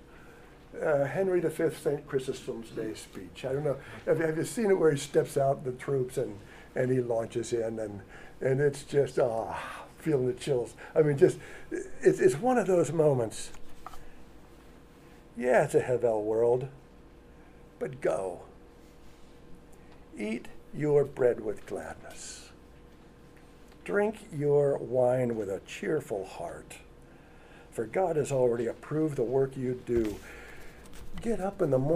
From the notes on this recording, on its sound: audio of a lecture delivered on Tuesday, April 12th